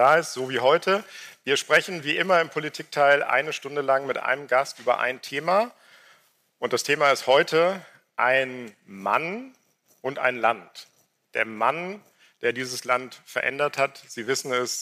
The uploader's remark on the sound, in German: diesmal mit Publikum, als Liveaufnahme von der Langen Nacht der ZEIT